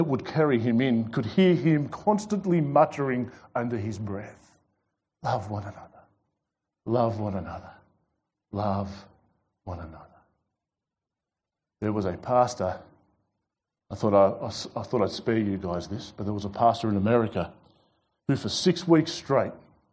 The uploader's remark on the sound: This sermon was preached at The Rock Christian Church on Sunday 21st February 2021.